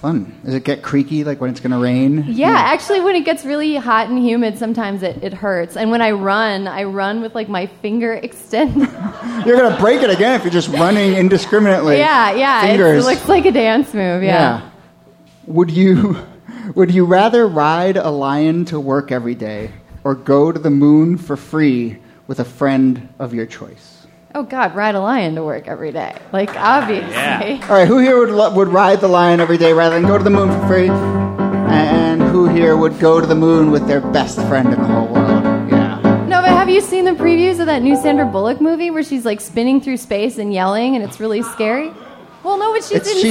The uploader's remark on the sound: A conversation series in which strangers ask each other questions on stage. This excerpt is from our October regular show at Housing Works Bookstore.